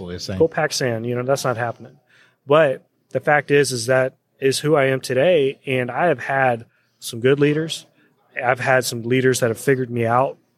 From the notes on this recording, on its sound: Day one Live at the MD EXPO.